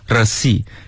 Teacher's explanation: 这个开头的发音就是大舌音。啊，要让舌头颤起来